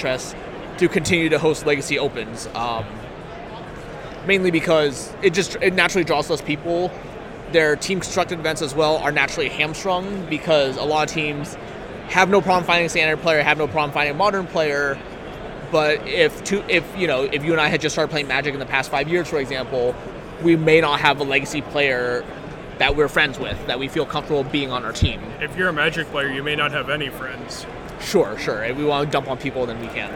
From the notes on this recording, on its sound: Live from GP Richmond